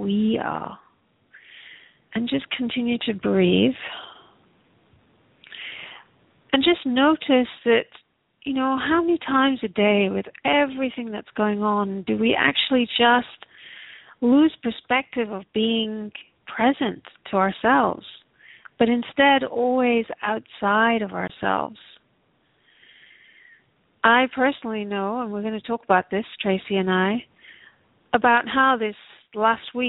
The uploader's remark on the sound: Takes your calls for healing live today!